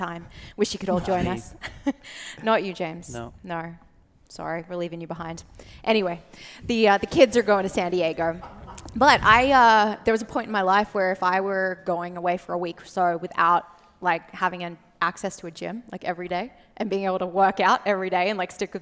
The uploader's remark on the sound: Live from the 2022 OPEX Coaches Summit! Then, we opened it up to the audience for live Q&A.